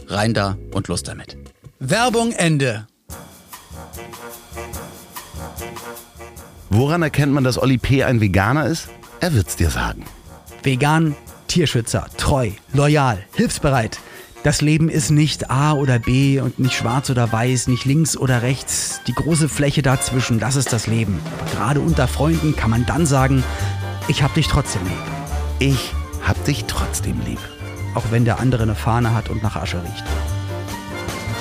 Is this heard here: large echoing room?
no